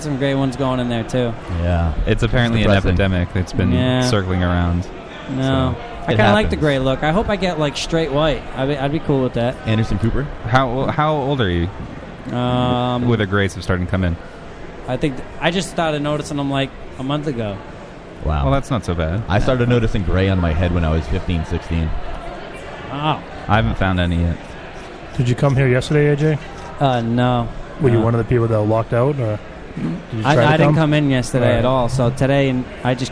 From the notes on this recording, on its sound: We are LIVE from Rhode Island Comic Con Day 2